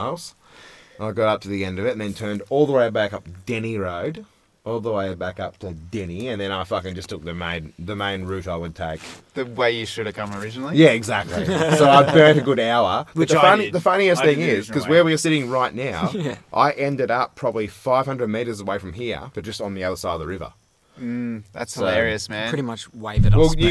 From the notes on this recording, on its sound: We adventured into a deep part of the southwest this week and set up the microphones under the stars to record out in the wild. That's right, no studio, no rooms, no sound barriers, just the open air with space to echo and carry on. Yes, the sound isn't studio quality brilliance, it's the sound of recording out in the open in the bush.